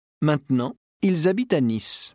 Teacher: Did you hear the linking z sound? This sound is heard after the plural il when it's followed by a vowel sound.